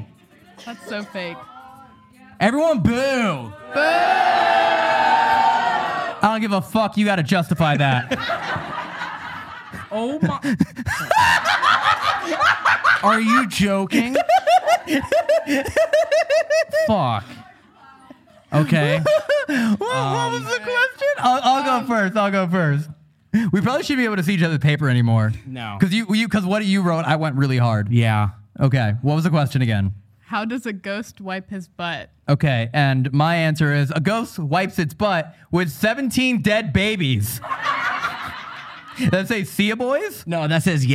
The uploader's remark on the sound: This episode was filmed in front of a live audience at the haunted Bobby Mackeys in Wilder, Kentucy.